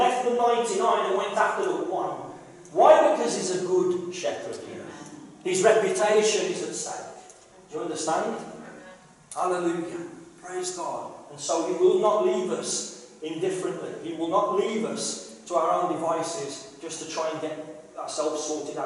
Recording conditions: poor sound quality